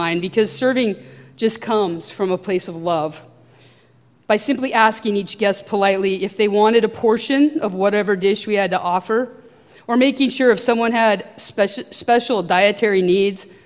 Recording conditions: large echoing room